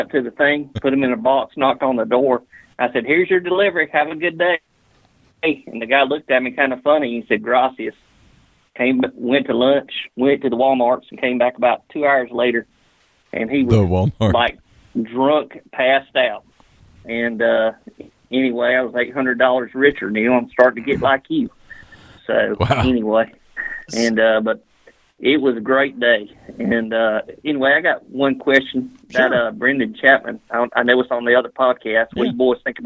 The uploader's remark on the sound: They take listener calls and watch the NFL Draft while recording the show.